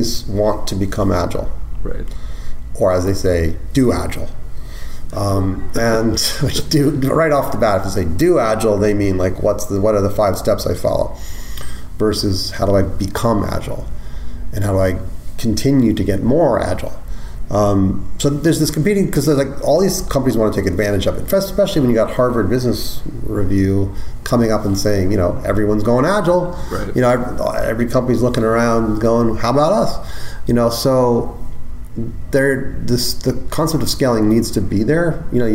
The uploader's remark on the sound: at the AgileIndy Conference in Indianapolis, Indiana